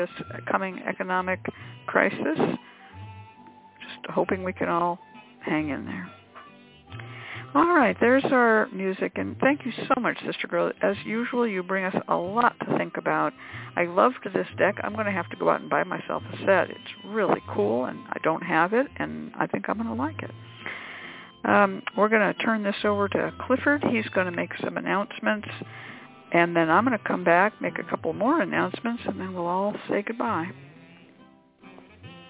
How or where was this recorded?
phone line